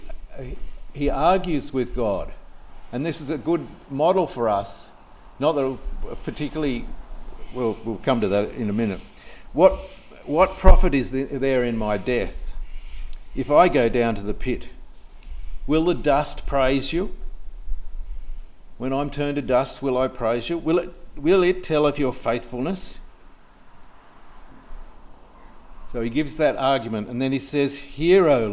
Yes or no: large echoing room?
yes